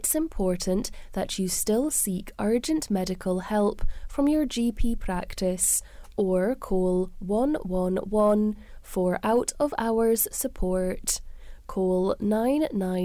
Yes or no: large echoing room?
no